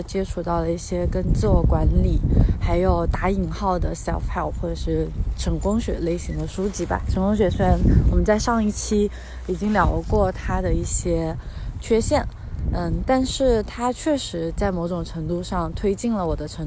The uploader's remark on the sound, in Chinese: 在新冠肺炎刚刚出现时，是一边散步一边录制的。